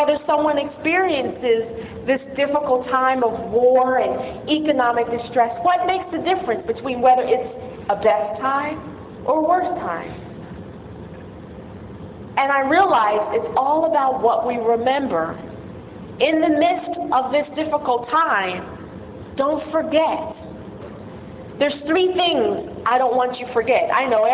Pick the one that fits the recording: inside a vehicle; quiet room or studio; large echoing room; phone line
large echoing room